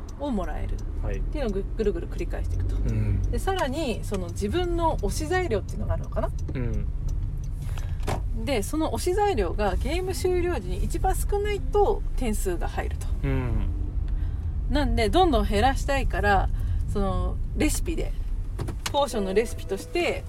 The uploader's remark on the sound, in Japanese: 2023年10月の群馬県館林たぬきゲーム会で遊んできた帰りの車内での収録